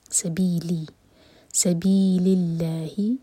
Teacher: لام جلالہ کو لائٹ پڑھا جائے گا کیونکہ اللہ تعالیٰ کے نام سے پہلے جو ورڈ ہے اس